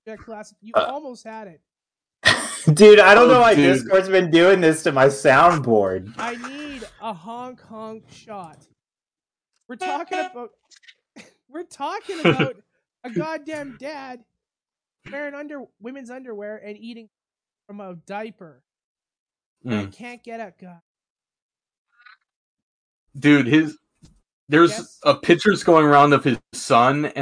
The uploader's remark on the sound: audio issues